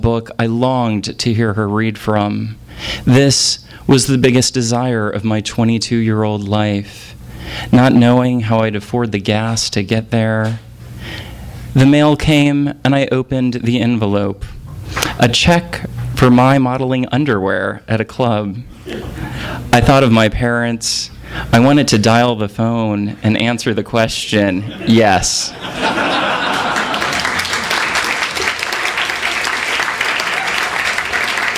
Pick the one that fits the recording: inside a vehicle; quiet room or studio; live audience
live audience